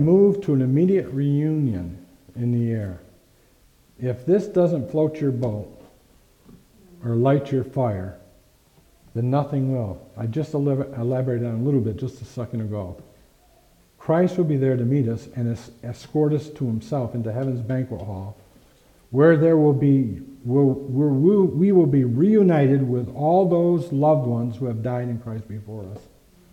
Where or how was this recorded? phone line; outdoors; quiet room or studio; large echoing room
large echoing room